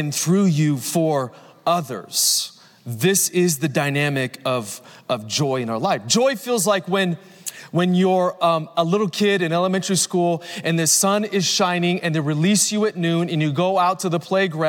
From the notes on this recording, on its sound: Recorded Live at Capital Church Meridian, Idaho